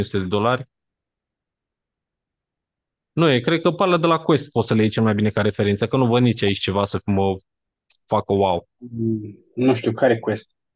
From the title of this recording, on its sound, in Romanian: Conferinta Zoom Saptamanala EcomSchool